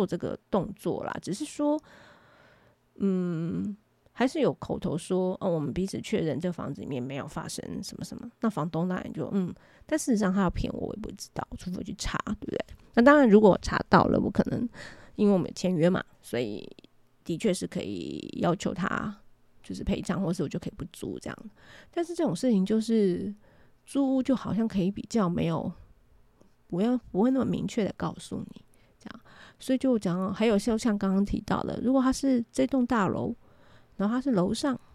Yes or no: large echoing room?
no